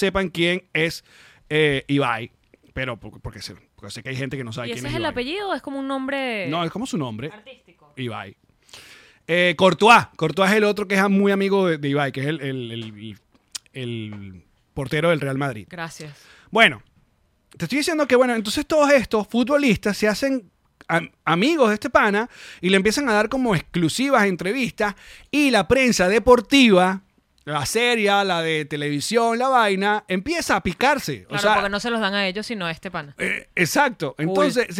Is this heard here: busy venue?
no